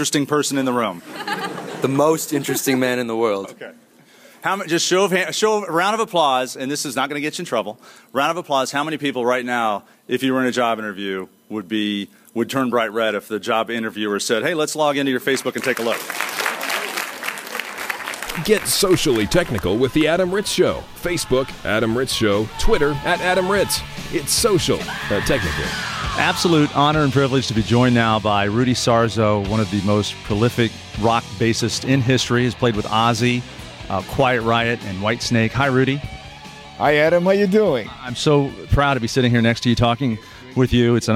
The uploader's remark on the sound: The show begins live at Lehigh University with a studio audience